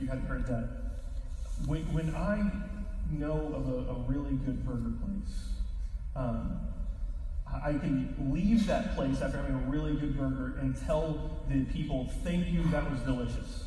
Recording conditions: poor sound quality